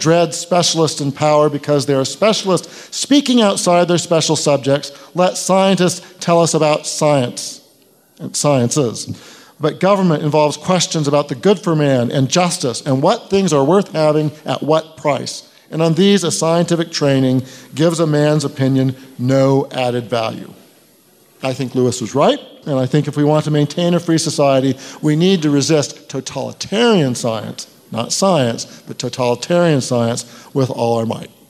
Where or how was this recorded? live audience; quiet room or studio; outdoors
live audience